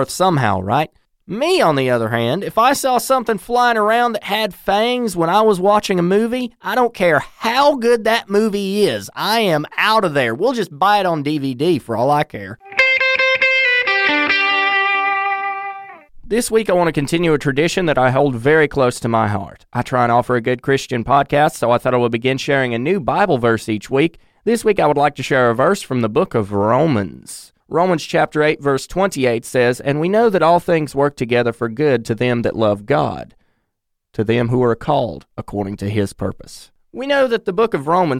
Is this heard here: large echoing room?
no